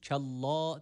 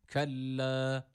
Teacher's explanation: Burada şeddeli lam elif var. Bunu uzatırken bir elif miktarı uzatıyoruz. E-A arası bir ses veriyoruz. · Shown in: second take · Kella değil de kelle.